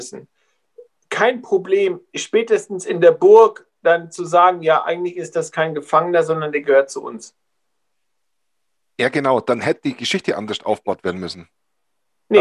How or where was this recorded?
video call